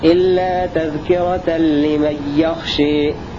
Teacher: الإمالة مع ترك الغنة لخلف